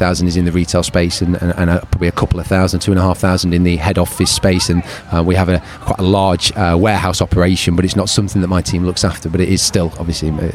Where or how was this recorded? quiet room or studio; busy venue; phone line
busy venue